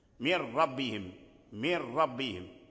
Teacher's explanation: فالنون دخلت في الراء · Term: الإدغام الكامل